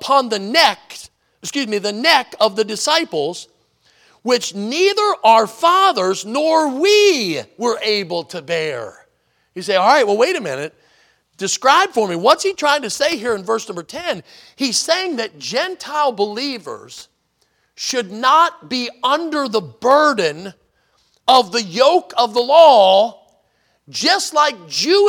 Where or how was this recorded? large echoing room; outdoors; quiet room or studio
large echoing room